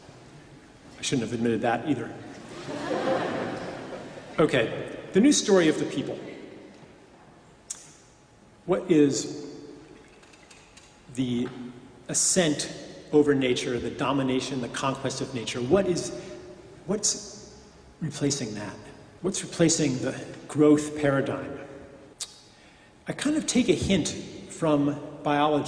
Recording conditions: live audience